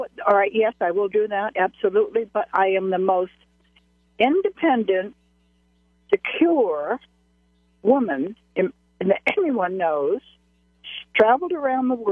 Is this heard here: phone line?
yes